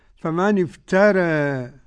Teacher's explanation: هذه ألف منقلب عن ياء بعد راء، قرأ ورش بالترقيق قولا واحدا · Term: تقليل